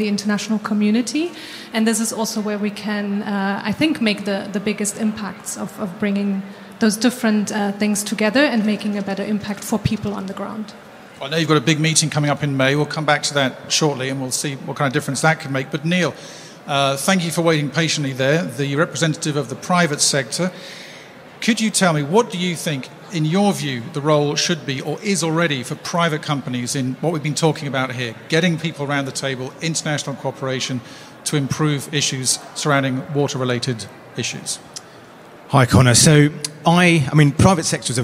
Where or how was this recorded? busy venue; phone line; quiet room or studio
busy venue